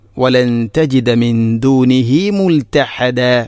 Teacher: മുൽതഹദ മുൽതഹദ മദ് ഇവദ് ദാലിനെ, അവിടെ തൻവീനാണ്, തൻവീനിൽ വഖഫ് ചെയ്യുന്നു. മദ് ഇവദ് രണ്ട് ഹർക്കത്തിന് തുല്യമായിട്ട് നീട്ടണം